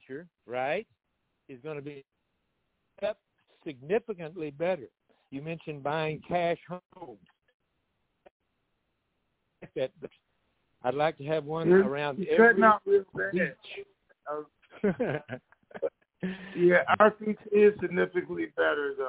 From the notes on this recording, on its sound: Conference Call